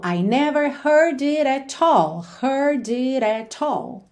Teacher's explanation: deixar mais ligadinho, mais dinâmico, aquilo que não precisa de ênfase e marcar somente o at all, que é o nosso ponto de ênfase aqui na música